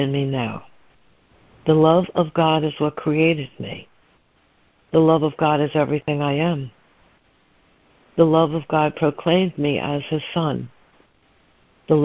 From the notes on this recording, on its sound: ACIM Daily Conference Call